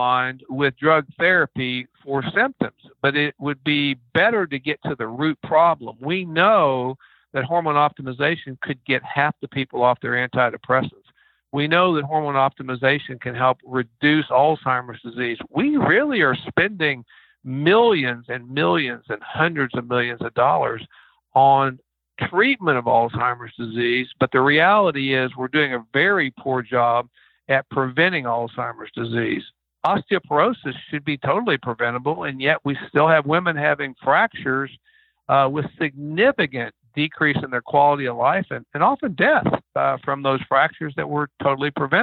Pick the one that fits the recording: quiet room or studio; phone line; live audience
phone line